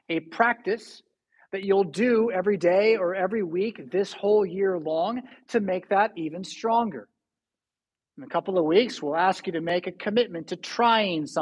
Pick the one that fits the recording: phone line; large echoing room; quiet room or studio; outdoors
large echoing room